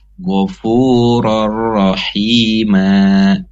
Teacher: Maka ketika diwakofkan atau di akhir kalimat, maka bukan ban lagi. Nunnya sudah dihilangkan, diganti menjadi mad dua harakat. · Term: mad iwad